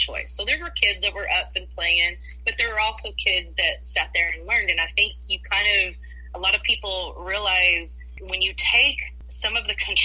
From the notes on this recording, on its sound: Today's episode was recorded with the brand new BETA version of Anchor with Friends and there are some audio issues.